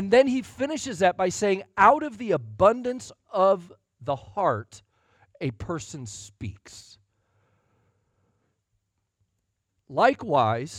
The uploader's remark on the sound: Sunday Morning Sermon Audio